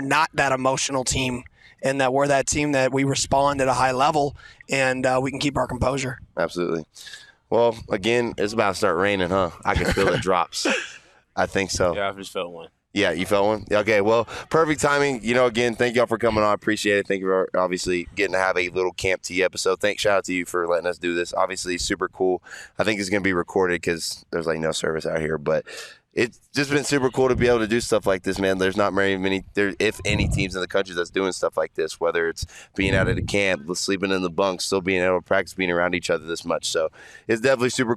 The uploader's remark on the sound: LIVE from Camp Tontozona in Payson as he comes to you from the field after practice with a TON of guests.